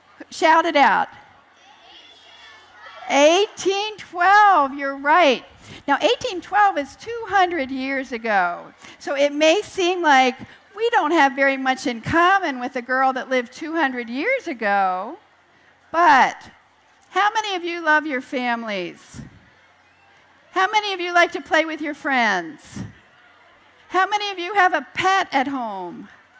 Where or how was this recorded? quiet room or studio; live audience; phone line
live audience